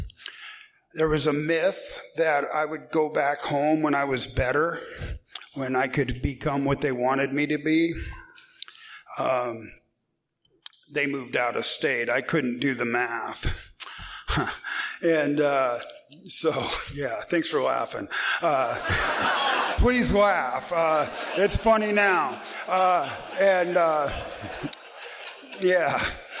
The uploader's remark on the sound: he is telling his story at the No Reservations Speaker Meeting held monthly on the first Saturday of the month at the Swinomish Reservation in La Conner Washington